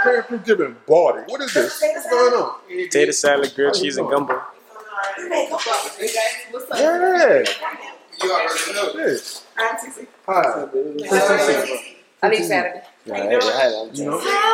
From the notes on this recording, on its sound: DISCLAIMER WE APOLOGIZE FOR THE STATIC IN THE FIRST HOUR.